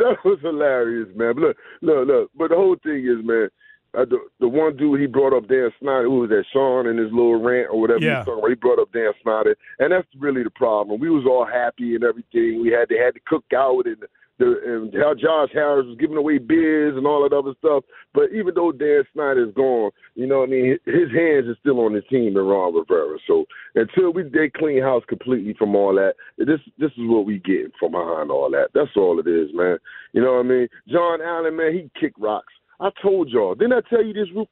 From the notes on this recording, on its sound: Going to the phone lines